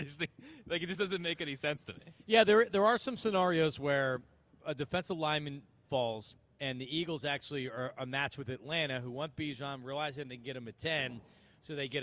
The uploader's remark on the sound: broadcast live from the Linc.